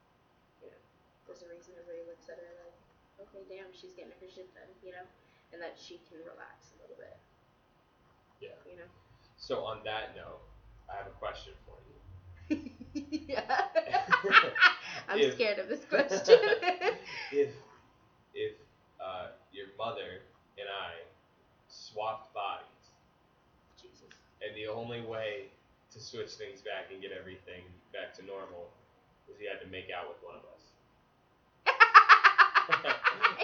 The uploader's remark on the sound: Audio/Sound Probs - BEWARE.